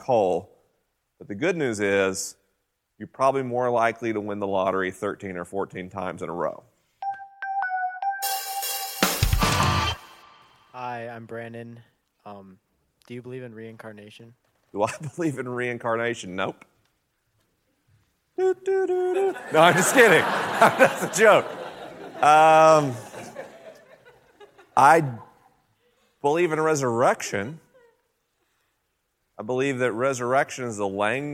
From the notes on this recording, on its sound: This episode was recorded at Catalyst Student Ministries Retreat with a live audience.